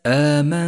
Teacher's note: والواجب هنا أن نخفي حرف النون بحرف التاء مع بقاء غنة للنون من غير تشديد للتاء · Term: الإخفاء